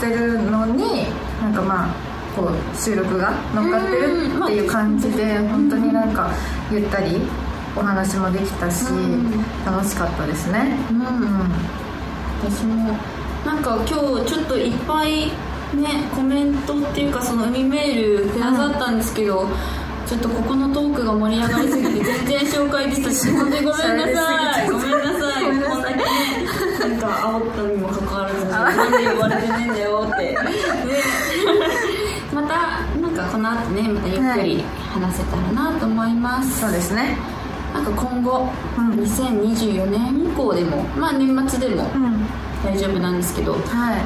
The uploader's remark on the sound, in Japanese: 番組初の公開収録です